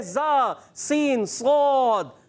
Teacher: زبان کی بالکل باریک نوک سے ادا ہونے والے حروف ہے · Term: حرف اصلیہ